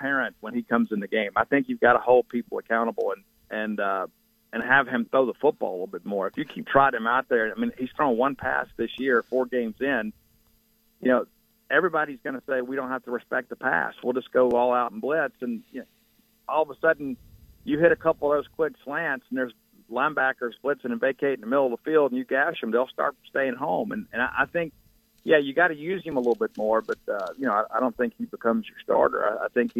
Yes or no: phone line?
yes